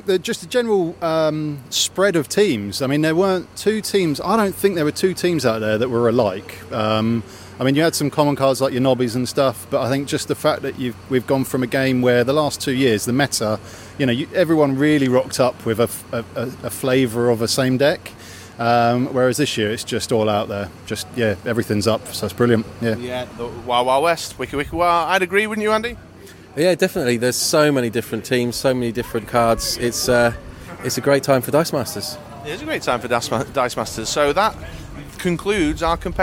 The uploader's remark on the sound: This week's episode was recorded almost entirely live at the UK Games Expo 2018